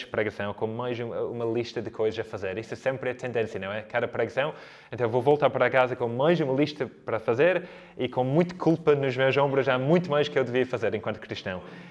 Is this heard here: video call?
no